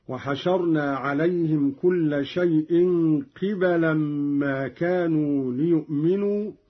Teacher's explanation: قرأ قالون بكسر القاف وفتح الباء